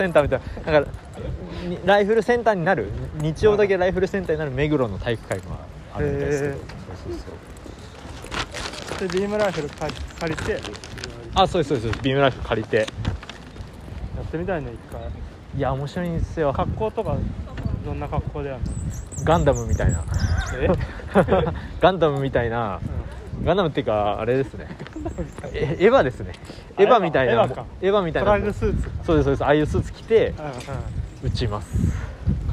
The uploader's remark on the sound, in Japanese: 春のお散歩収録です。にやにやRadioのアートワークを描いてくれたぺ子さんの展示会場へ行く前にお散歩して収録したよ。